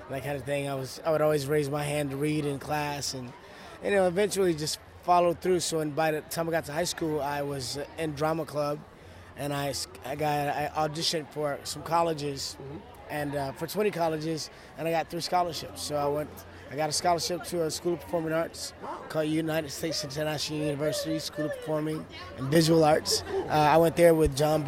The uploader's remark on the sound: here are some interviews and a panel from Premium Basin Comic Con X this year